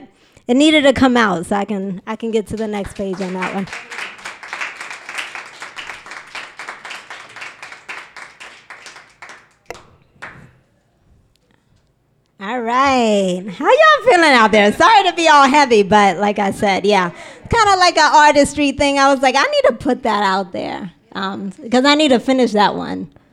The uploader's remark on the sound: Poetry *LIVE* at The Downstairs! We host a women’s poetry reading in front of our first live studio audience! The event took place at The Downstairs Lounge, located in the heart of Ithaca.